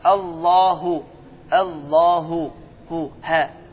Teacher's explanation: İkinci hə isə boğazın lap sonundan çıxışı incədir. Heç bir boğaz sıxılması baş vermir və hava ağız boşluğundan çıxır.